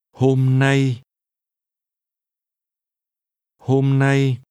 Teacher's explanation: This is pronounced with two mid-level tones.